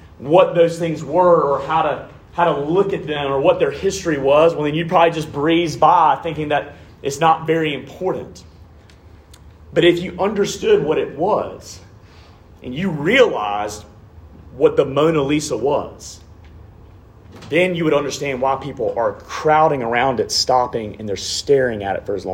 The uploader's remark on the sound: Preached at RUF Large Group at Oklahoma State in the Spring of 2022.